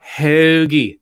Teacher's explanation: Almost like there's a hint of an R there.